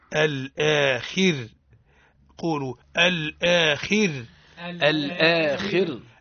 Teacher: درس اليوم صحيح. الراء الآخر راء ساكنة سكون عرضي سبقت بحرف مكسور ومتصل بها. حكمها الترقيق